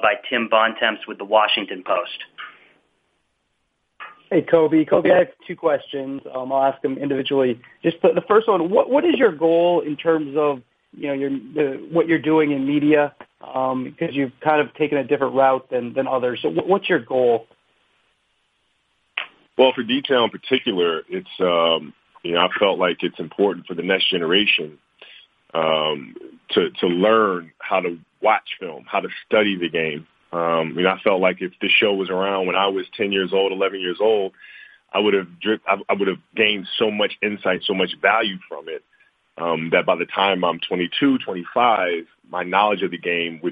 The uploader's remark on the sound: Media Conference Call